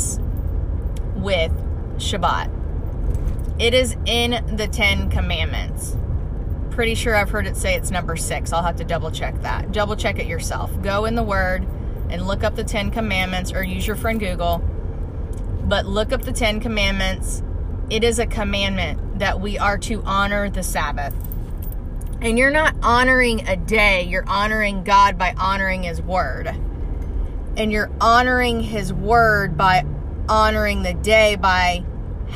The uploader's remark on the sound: Car recording 2. I love doing these car recordings.